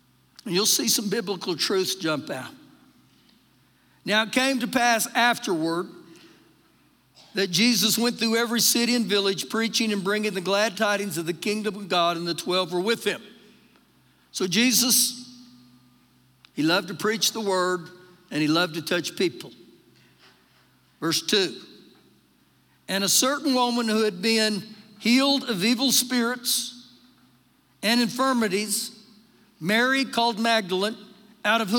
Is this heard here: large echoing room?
yes